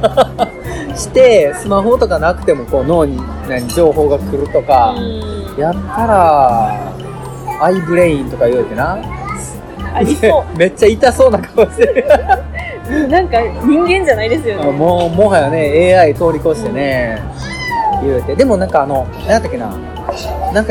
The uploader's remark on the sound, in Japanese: 始まって以来初の対面収録でお送りいたします！多少環境音が入っていますので、そこはご容赦くださいませ。